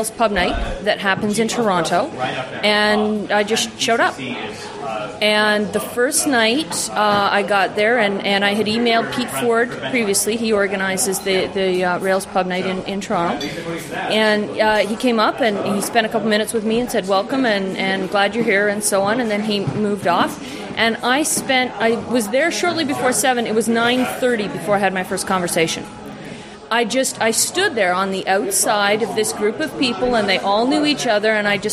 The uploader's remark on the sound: From the RubyFringe conference in Toronto.